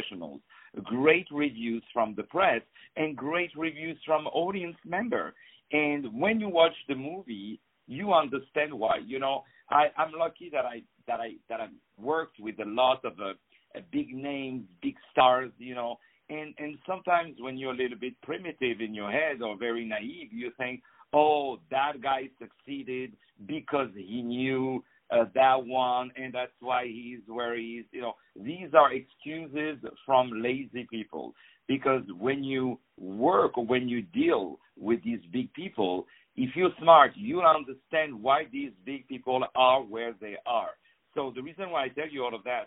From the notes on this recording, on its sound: On the phone